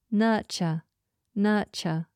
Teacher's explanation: We spell this N-U-R-T-U-R-E, nurture. Notice there are two R's in this particular word, but we don't pronounce them.